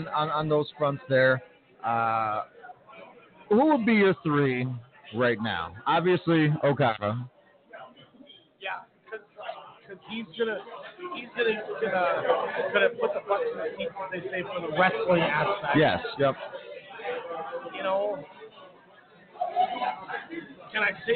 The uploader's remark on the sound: LIVE at STARRCAST on PODCAST ROW during ALL IN weekend in Chicago!